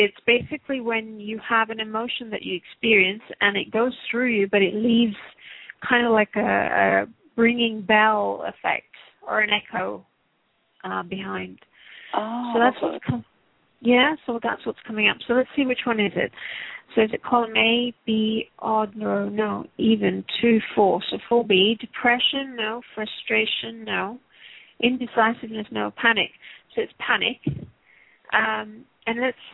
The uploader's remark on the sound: Takes your calls for healing live today!